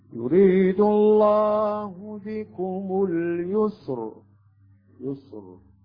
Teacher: الراء الساكنة ما قبل ساكن ما قبل مضموم هنا أيضا حكمها التفخيم